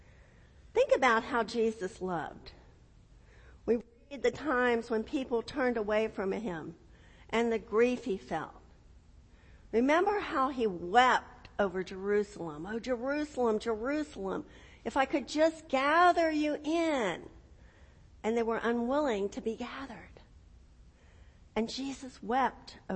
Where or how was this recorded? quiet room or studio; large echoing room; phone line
large echoing room